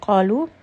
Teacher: It is part of khussa, daghtin, kilf. So we are going to make sure that we are raising the back of the tongue as we say this letter. This is a two-count med, and because the letter before is heavy, the med will become heavy as well. · Qaf is a permanently heavy letter. It is part of khussa, daghtin, kilf. So we are going to make sure that we are raising the back of the tongue as we say this letter.